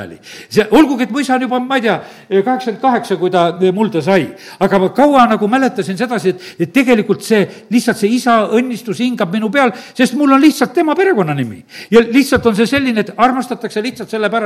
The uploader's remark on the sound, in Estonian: Audio salvestus koosolekult